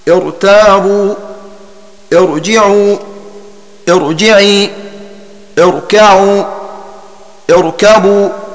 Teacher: إذا وقعت بعد هذا الكسر العارض المتصل نحو ارتابوا ارجعوا ارجعي اركعوا اركبوا حين البدء بهذه الكلمات فيجب تفخيم الراء في جميع ما ذكر عند جميع القراء نظرا لعروض الكسر قبله. وإنما كان الكسر في هذه الأمثلة ونحوها عارضا لأن همزة الوصل نفسها عارضة، لأنه لا يؤتى بها إلا حال البدء للتوصل إلى النطق بالساكن.